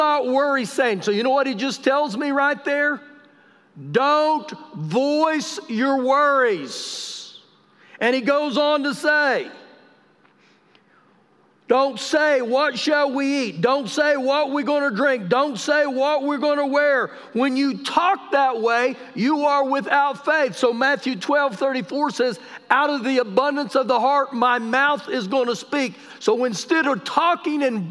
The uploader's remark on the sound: Recorded live during our Wednesday night service